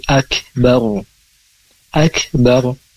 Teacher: Wala ajirul akhirati a atau bi khirati akbaru akbar, ro-nya disukunkan, dengan hukumnya adalah ro dibaca tafkhim, karena ketika ro itu sukun kemudian huruf sebelum ro harokat fathah atau dhamma maka dibaca tebal